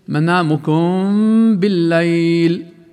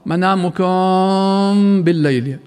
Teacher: من أحكام الميم الساكنة حكم اسمه الإخفاء الشفوي، فإذا وقع بعد الميم الساكنة حرف باء تخفى الميم قليلا عند الباء مع غنة بمقدار حركتين · Shown in: first take